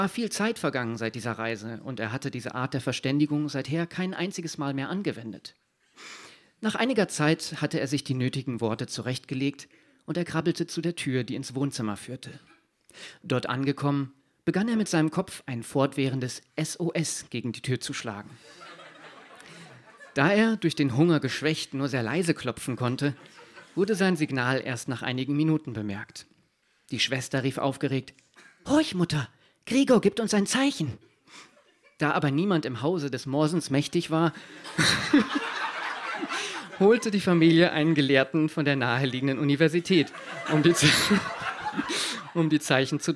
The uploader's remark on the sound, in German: Bei „texte von gestern“ lesen Erwachsene live on stage Texte vor, die sie als Kinder oder Jugendliche geschrieben haben. Einige der Beiträge aus unserer ersten Veranstaltung. Im Monarch (Berlin).